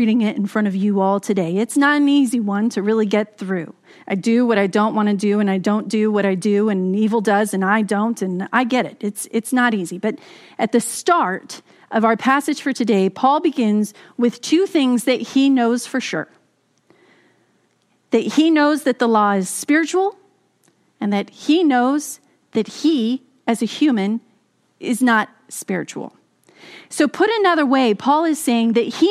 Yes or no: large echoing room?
yes